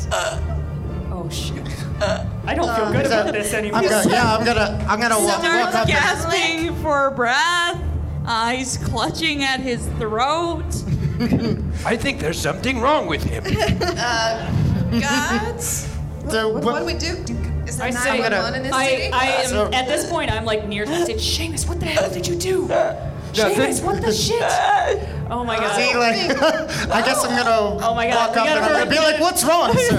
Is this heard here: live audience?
yes